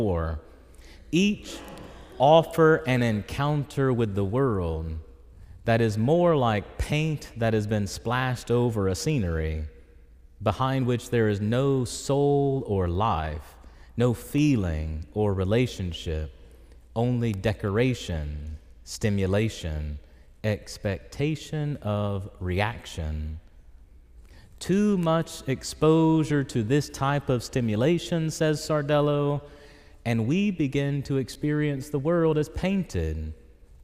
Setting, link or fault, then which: setting, large echoing room